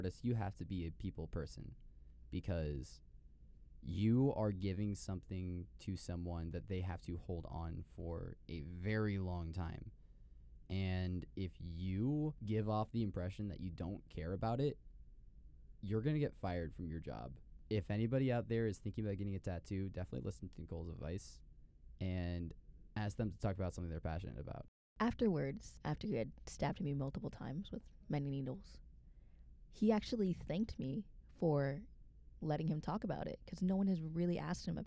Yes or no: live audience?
no